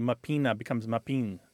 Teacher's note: that final syllable or that final vowel disappears through a process called lenition. So what might be mappina becomes mappine because the A is just kind of not really fully said.